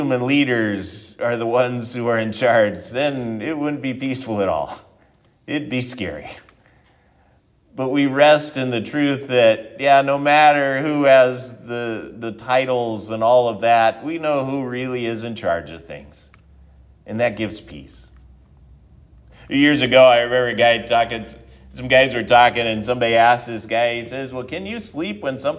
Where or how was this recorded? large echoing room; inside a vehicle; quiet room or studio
large echoing room